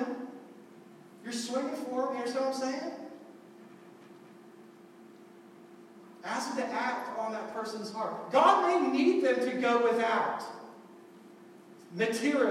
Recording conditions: poor sound quality